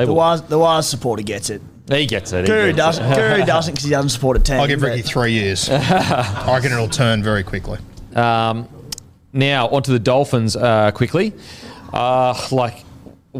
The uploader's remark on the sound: in front of our live crowd